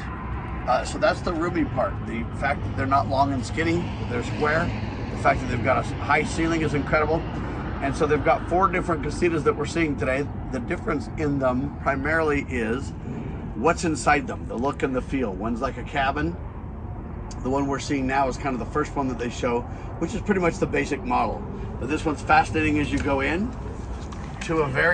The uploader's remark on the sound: Reports Live From Vegas At The Boxabl.